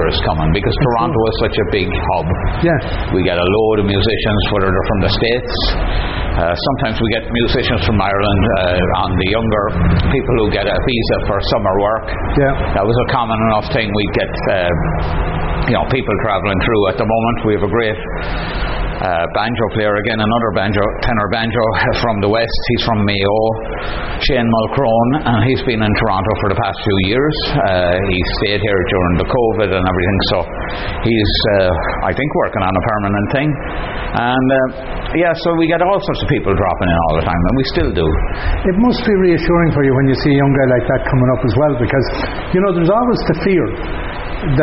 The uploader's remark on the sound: at Goderich Celtic Roots Festival